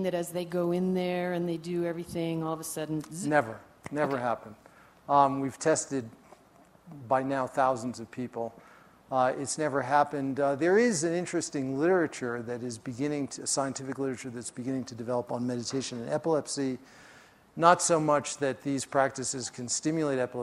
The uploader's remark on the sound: during his talk at the Festival